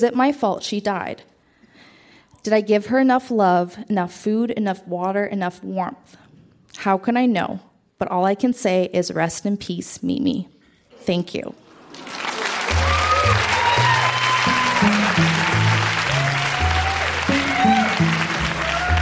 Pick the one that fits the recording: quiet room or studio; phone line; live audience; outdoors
live audience